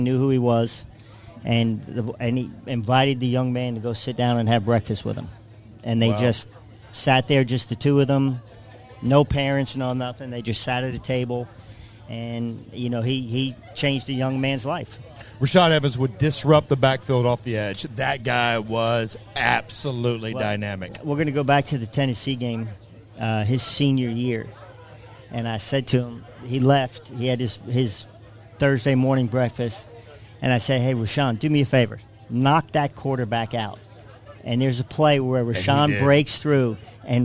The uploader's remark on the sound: LIVE From Rama Jama In Tuscaloosa. Goes LIVE from Rama Jama outside of Bryant-Denny Stadium in Tuscaloosa for the Texas-Alabama game.